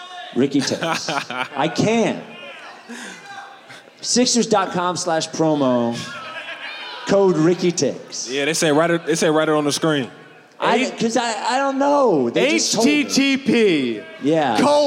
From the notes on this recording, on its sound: made a surprise appearance at Live Ricky IV, surprised the audience with a gift